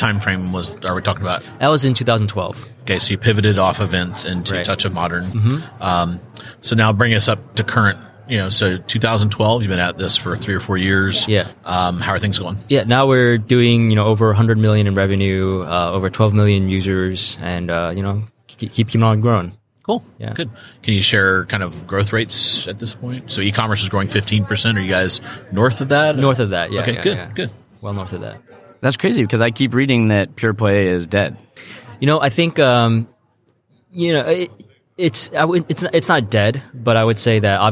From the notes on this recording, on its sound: live from the NRF Big Show